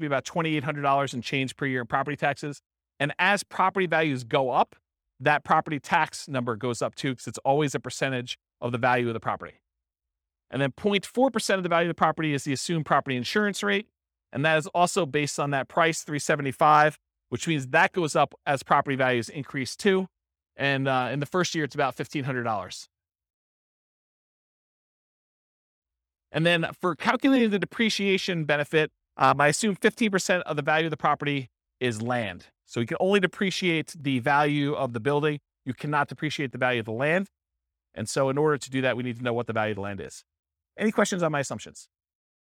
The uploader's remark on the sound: This was a live class recorded